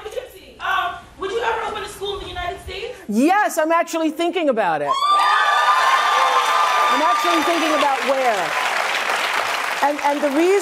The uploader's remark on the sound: Takes Questions from the Audience